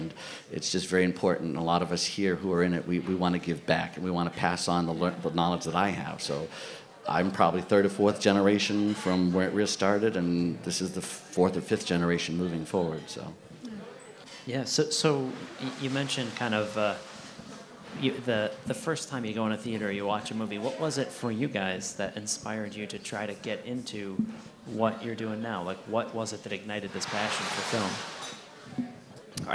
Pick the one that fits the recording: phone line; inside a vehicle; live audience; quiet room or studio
live audience